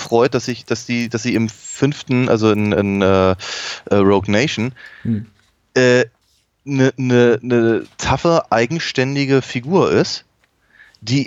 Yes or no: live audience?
no